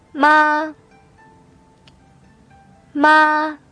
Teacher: When we pronounce it, we have to keep our voice at a very high pitch and flat throughout the whole syllable. · Term: flat tone